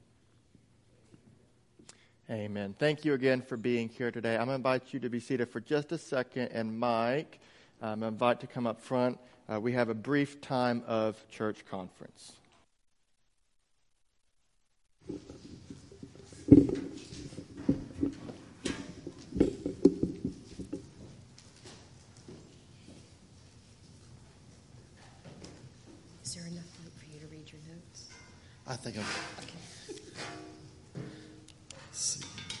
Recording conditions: large echoing room